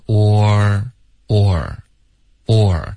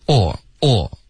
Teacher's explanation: 重点是滑动，一个变化，你嘴唇分开的这个动作 · Shown in: first take · ，喔喔喔,OK,所以不用发一个特别饱满的 nor,这样 nu 就不用了，就是 nor, nor, nor,然后嘴唇分开的滑动，喔，再滑到二呢,or, or, or,这个音就是大家要注意，它是有一个变化。重点是变化，重点是要 nor 对